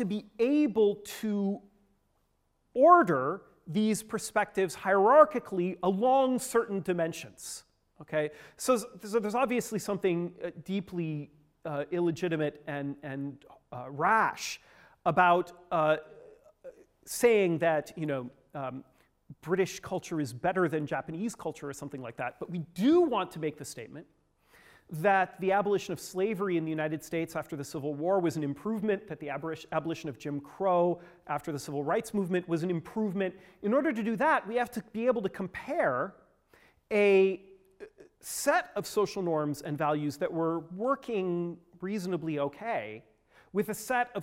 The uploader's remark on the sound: Gives the sixth talk in the New Madhyamaka workshop. Funded by the Templeton Foundation, took place in Oxford on 20th and 21st April 2015.